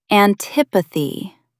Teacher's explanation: Put the stress on the second syllable.